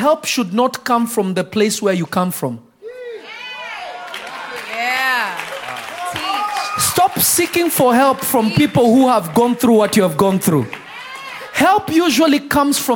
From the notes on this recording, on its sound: This Episode was recorded live on July 28, 2022 at Revelation Church in Simi Valley.